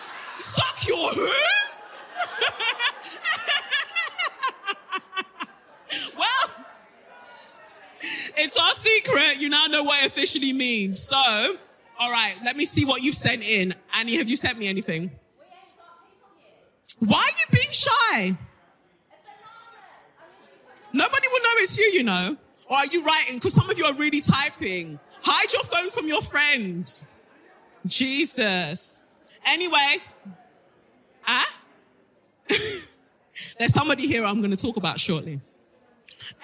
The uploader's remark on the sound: NYC LIVE SHOW